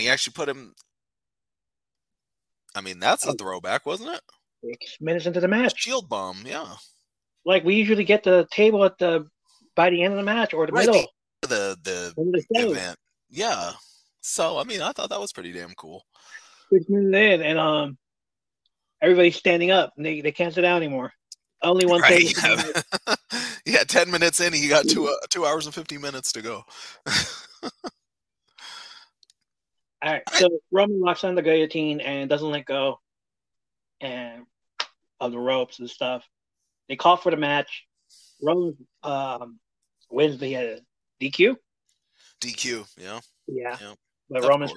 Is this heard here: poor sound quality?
yes